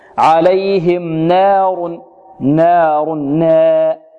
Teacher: من يريد أن يرقق النون يميل فتحتها فيقول عليهم نار نار نا هذا تقليل أو إمالة نار لا